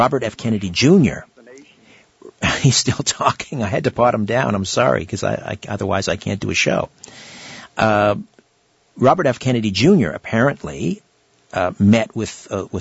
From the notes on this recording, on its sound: It's an hour of open phones. Callers from across North America!